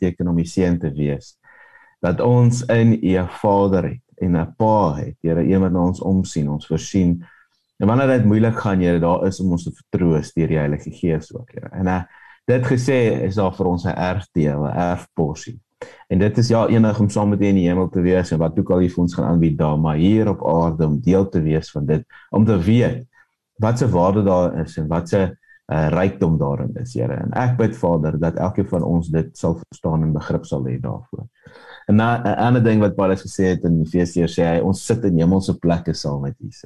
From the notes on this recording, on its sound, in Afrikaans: Manne van die Woord Zoom Byeenkoms